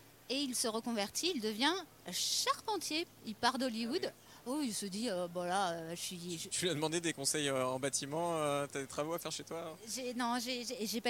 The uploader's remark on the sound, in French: Le Live Cannes: la Croisette à l'heure d'Indiana Jones au programme de notre quotidienne sur les coulisses du festival. En direct de la Croisette.